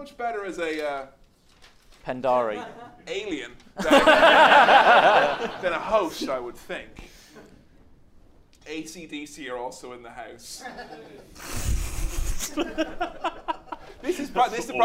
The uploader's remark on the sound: LIVE at the London Podcast Festival 2018 in front of a sold out crowd.